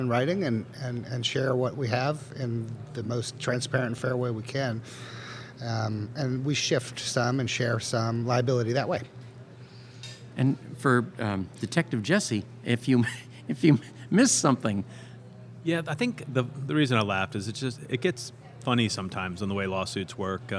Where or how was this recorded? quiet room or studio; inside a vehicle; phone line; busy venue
busy venue